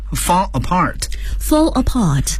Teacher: 往往在英语中呢，人们可以连读 fall apart